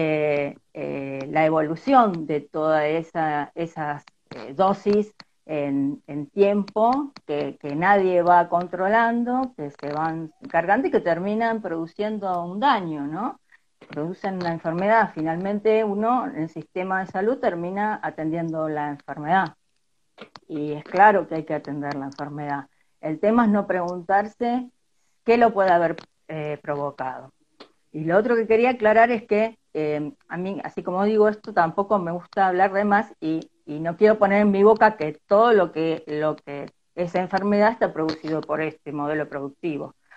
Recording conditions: video call